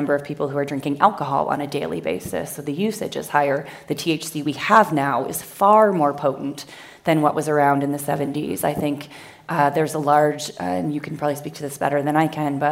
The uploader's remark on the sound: A special recording from our sixth annual revitalize event , which was held in Dove Mountain, Arizona, in June. A special recording from our sixth annual revitalize event , which was held in Dove Mountain, Arizona, in June. The insights we learned on the main stage this year were too good not to share.